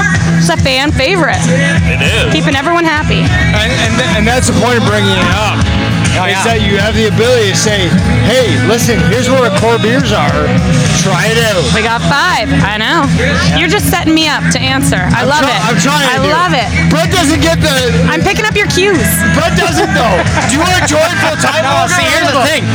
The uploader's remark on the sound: We hope you enjoy the environment as live music plays in the background throughout the podcast.